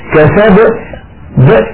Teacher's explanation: يعني بعد الباء ينطق همزة ساكنة